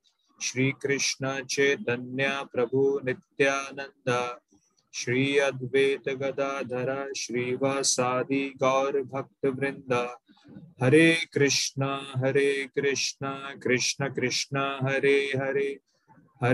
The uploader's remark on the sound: Zoom recorded class